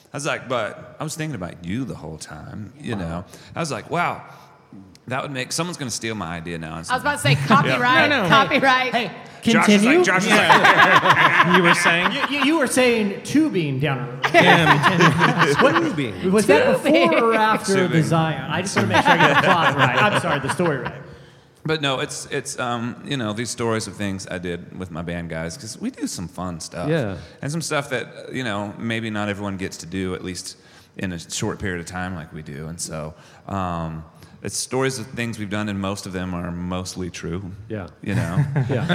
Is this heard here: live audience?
yes